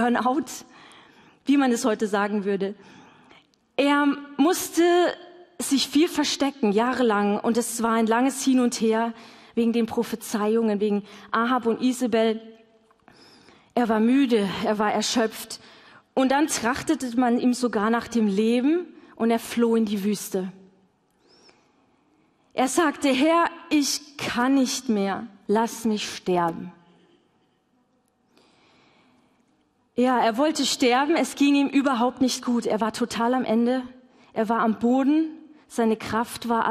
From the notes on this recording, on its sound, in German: LIVE im Missionswerk Karlsruhe